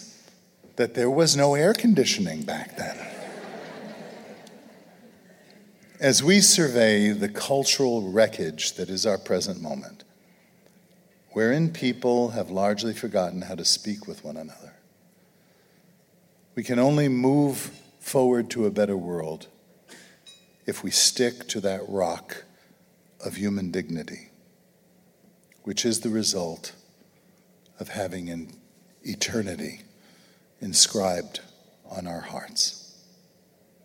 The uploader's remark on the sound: an audience of Acton supporters and friends gathered in Grand Rapids, Michigan